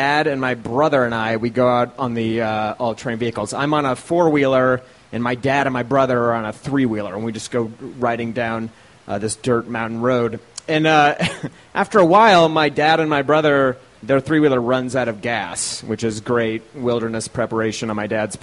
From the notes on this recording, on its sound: These stories were recorded by our good friends at The Denver Diatribe at Deer Pile